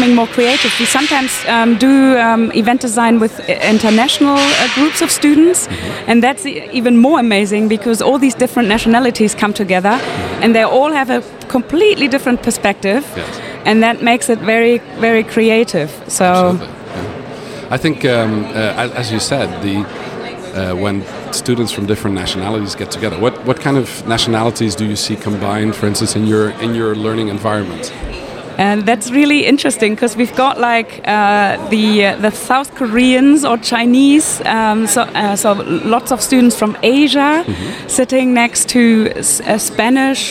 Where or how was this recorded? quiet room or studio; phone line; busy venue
busy venue